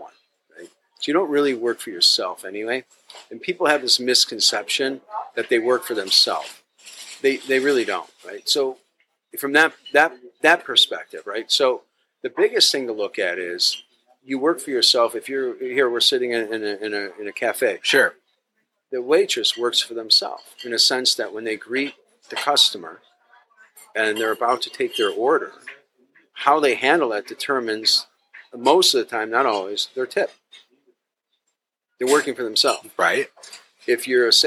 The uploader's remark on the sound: This episode was recorded at the delightful Stownut Donut & Diner.